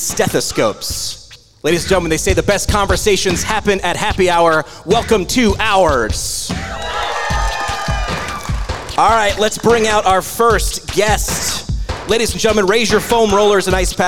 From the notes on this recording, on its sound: We took PT Pintcast on the road and landed at the University of New England for a live episode.